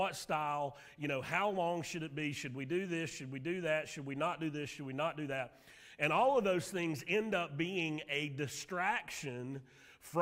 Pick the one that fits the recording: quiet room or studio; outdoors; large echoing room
large echoing room